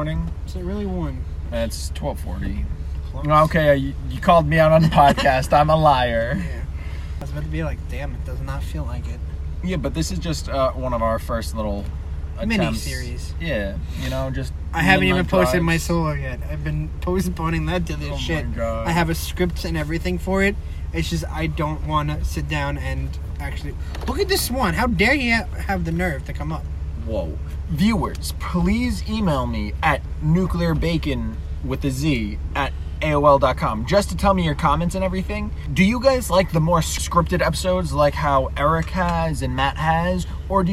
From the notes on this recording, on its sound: Ever heard of someone recording a podcast while driving? While driving in the middle of the night.